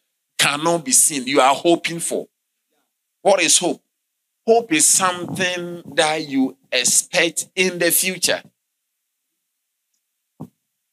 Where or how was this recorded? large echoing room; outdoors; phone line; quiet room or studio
large echoing room